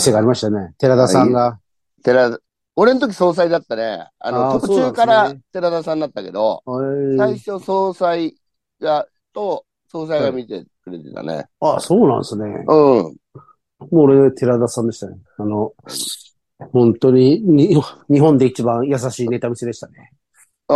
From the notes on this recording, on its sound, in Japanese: ZOOMで収録